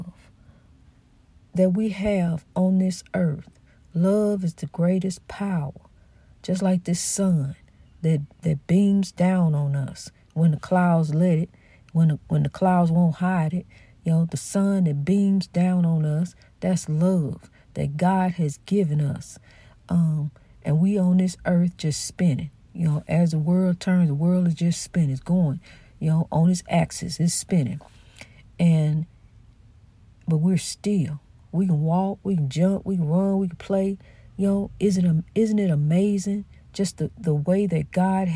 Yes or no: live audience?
no